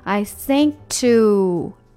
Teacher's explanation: 这个 k 要非常地轻。I think to 诶，因为它很轻，所以几乎在你连到 to 的时候有点听不到